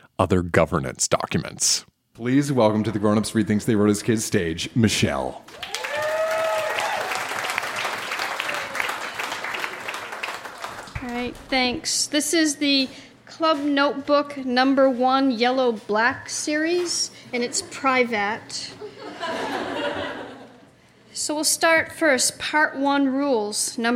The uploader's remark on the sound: Recorded live at The Company House in Halifax, NS.